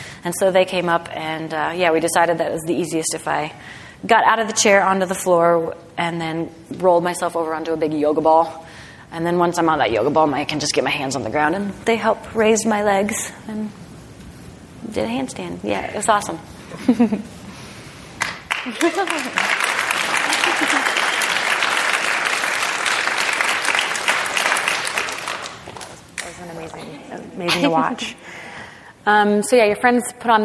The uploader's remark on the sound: In front of a live audience at the American Alpine Club's Annual Benefit Dinner.